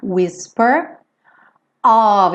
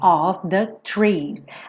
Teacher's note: esse OF você já sabe que é sempre com som de OV